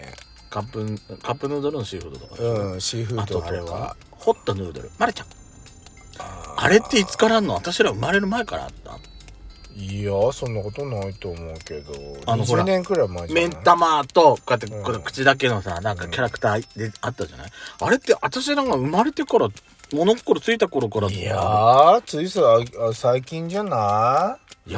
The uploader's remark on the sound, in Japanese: 2人組。パーキング収録。